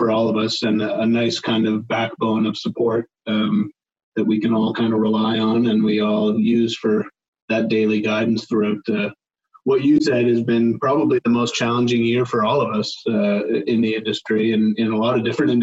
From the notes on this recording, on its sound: via Zoom for a conversation